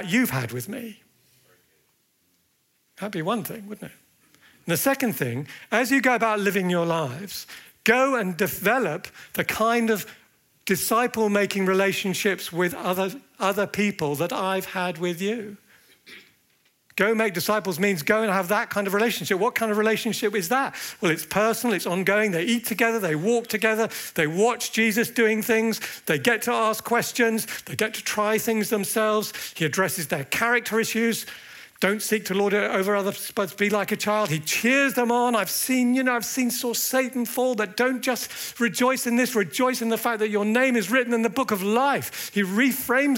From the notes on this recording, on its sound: at the Evangelists' Conference 2024